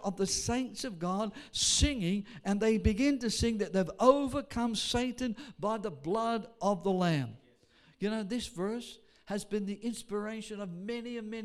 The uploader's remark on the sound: Sunday service preaching recorded on 11th of August.